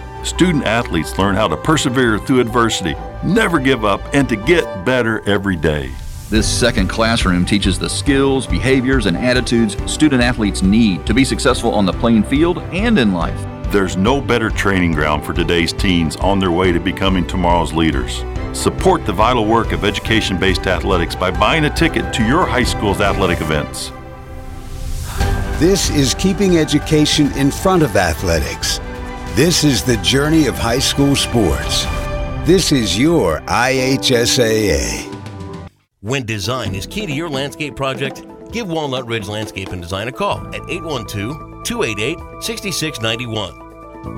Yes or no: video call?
no